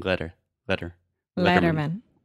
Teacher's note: So that quick flap T sound, very similar to the Portuguese R sound